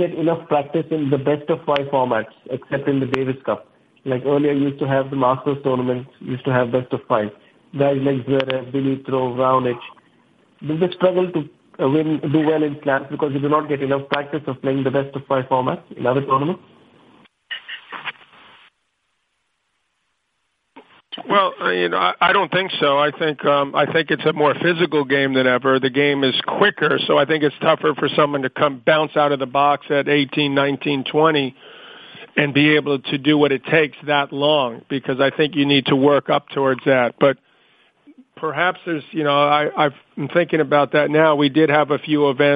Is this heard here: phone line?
yes